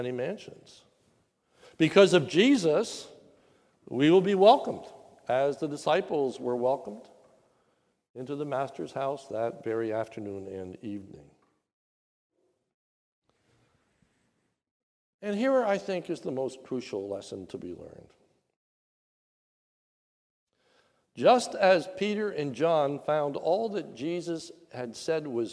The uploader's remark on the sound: This is a sermon recorded at the Lebanon Bible Fellowship Church in Lebanon, PA. During the Maundy Thursday Service.